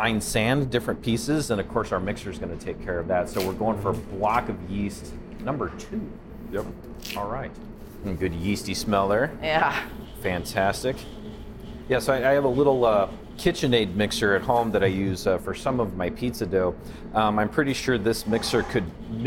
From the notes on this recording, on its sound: We took the mics to Square Donut located at 15825 W Maple in Omaha